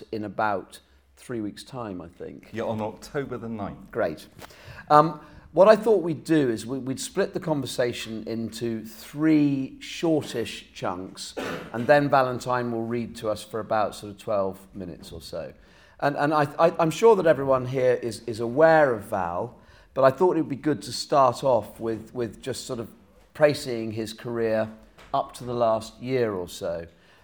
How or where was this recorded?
live audience